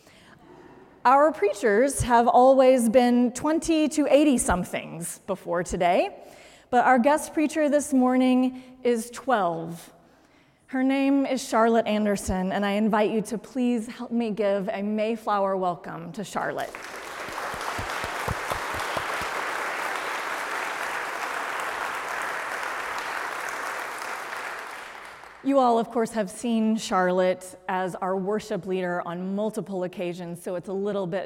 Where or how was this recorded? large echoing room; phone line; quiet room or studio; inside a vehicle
large echoing room